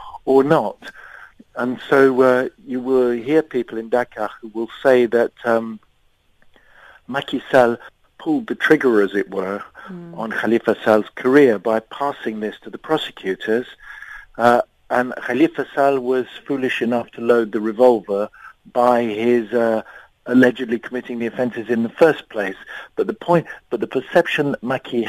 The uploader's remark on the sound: we are joined on the line